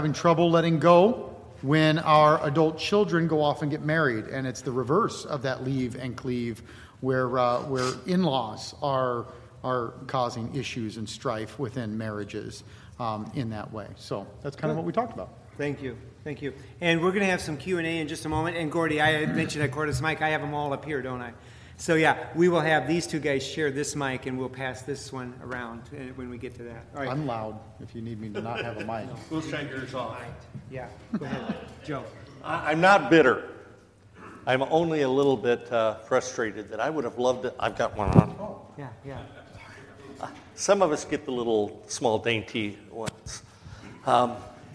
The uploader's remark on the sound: A panel discussion where the 5 main speakers summarize their messages and take questions from the audience.